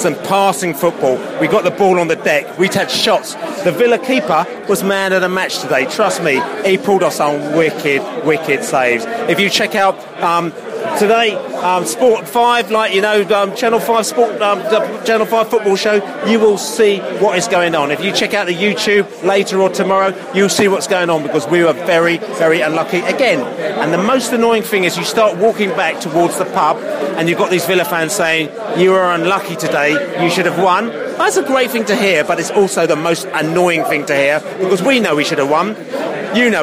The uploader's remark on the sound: post-match podcast from the pub